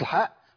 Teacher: بحبح الحاء يعني بين فيها صفه الهمس